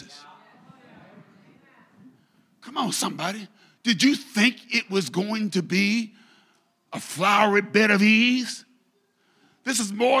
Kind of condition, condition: setting, large echoing room